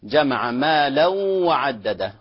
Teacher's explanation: إدغام بغنة يغن مقدار حركتين